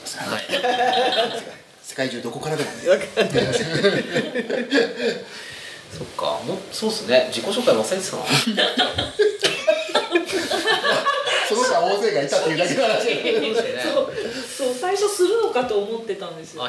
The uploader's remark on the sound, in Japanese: 湯治場ラジオリスナーのみなさんをお迎えしての公開収録です。